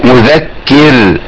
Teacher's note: مذكر الراء عندي هنا مرققة